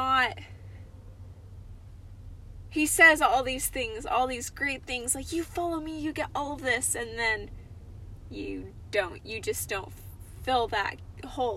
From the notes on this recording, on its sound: Cozy Convos in the Car!